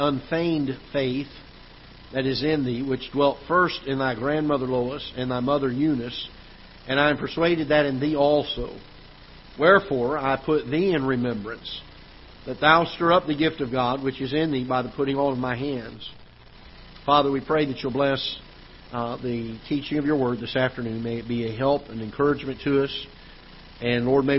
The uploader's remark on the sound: Ketha Heights Baptist Church ~ Live Broadcast